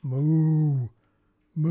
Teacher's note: mooing in Japan is pronounced with a long O sound